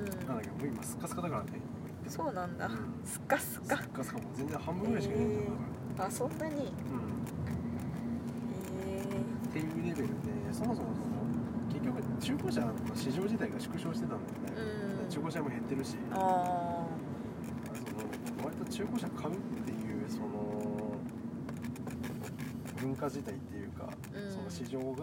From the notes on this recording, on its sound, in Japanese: 中古車屋の息子としての考えを運転しながら語っていく。ドライビングラジオ。